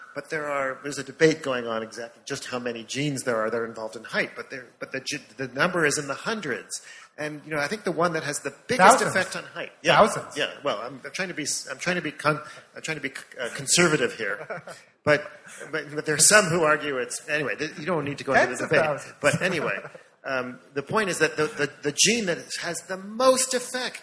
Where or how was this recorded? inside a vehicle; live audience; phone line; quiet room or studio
live audience